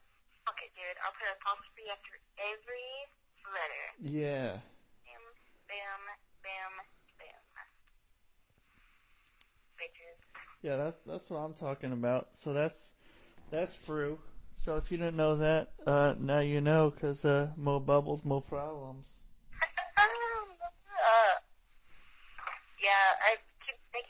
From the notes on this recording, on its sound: I have a phone in call. From Sandpoint Idaho.